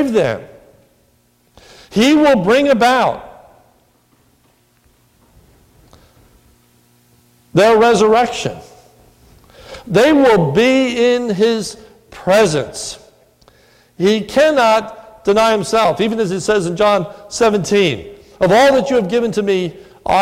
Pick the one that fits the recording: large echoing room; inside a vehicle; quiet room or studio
large echoing room